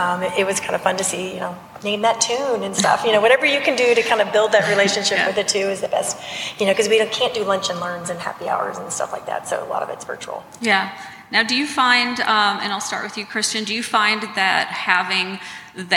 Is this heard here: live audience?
yes